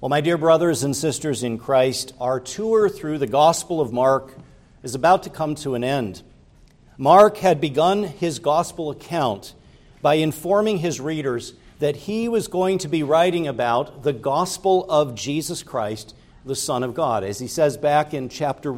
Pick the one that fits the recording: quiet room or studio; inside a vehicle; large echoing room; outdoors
large echoing room